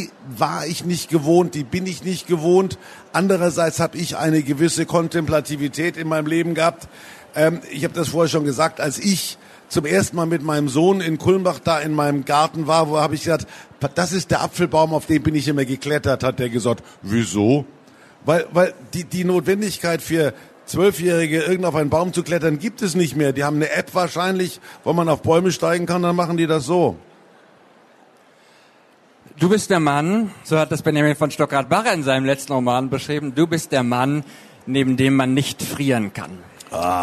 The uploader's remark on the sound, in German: Der Talk wurde Mitte Oktober im Rahmen der Veranstaltungsreihe „Der SPIEGEL im Gespräch" auf der Frankfurter Buchmesse aufgezeichnet.